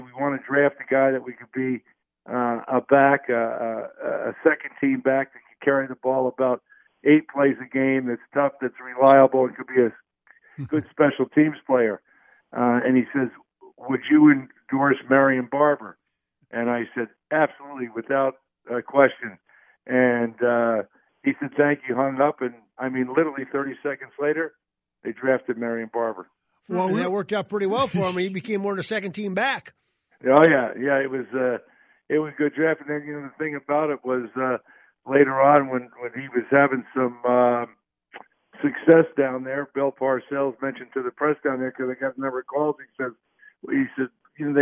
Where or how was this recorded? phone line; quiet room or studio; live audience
phone line